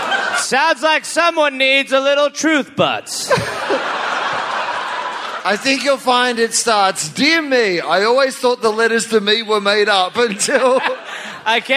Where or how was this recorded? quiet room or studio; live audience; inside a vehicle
live audience